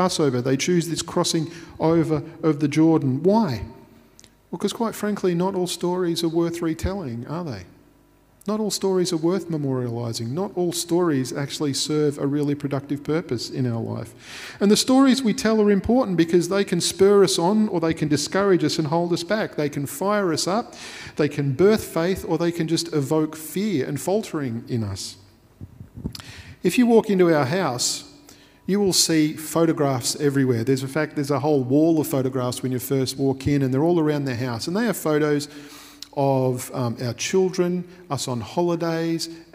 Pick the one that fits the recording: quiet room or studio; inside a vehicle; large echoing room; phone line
large echoing room